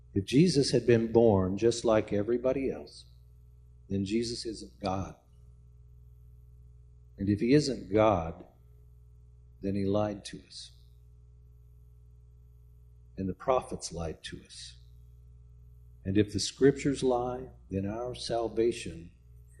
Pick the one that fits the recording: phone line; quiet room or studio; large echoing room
large echoing room